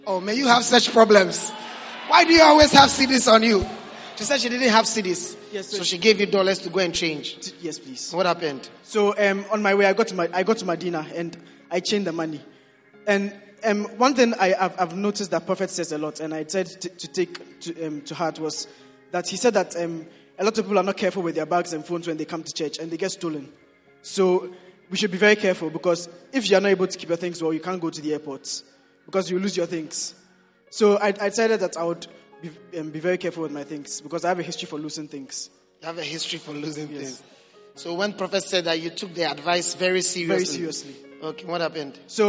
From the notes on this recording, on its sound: Preached at The Experience Service, Accra.